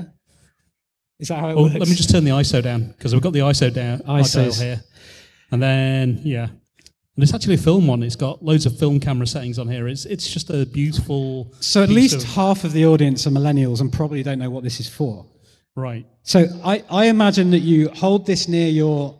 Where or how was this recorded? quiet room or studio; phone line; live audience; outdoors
live audience